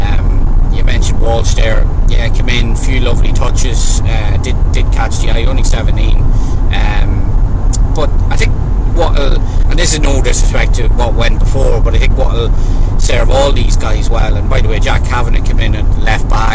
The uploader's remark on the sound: Recorded on the road home from Cork.